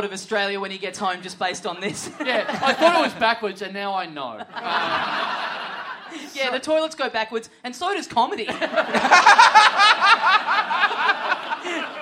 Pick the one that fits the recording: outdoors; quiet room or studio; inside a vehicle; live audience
live audience